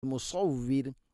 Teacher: സ്വാദ് ഇസ്തിഇല എൻ്റെ അക്ഷരമാണ്, സ്വരഭാരത്തിൽ ഉച്ചരിക്കണം, നാവിൻ്റെ മധ്യഭാഗം അണ്ണാക്കിലേക്ക് ഉയർന്ന് നിൽക്കണം. ശേഷം അൽ മുസവ്വിർ, മുസവ്വിർ എന്ന് വഖഫ് ചെയ്ത് മുസവ്വിർ, റായിനെ തർഖീഖ് ചെയ്യണം.